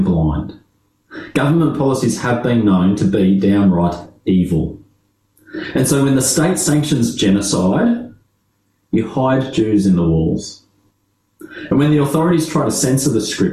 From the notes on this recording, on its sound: This talk was delivered via Zoom.